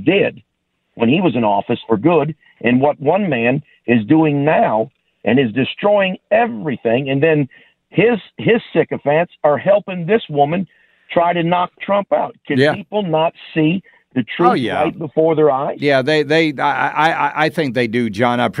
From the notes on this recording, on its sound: You Call In With Your Thoughts. More Call Ins.